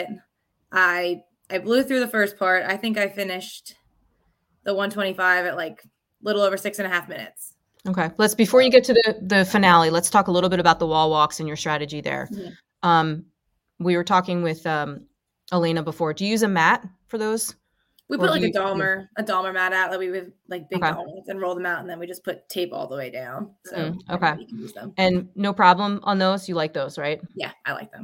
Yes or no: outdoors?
no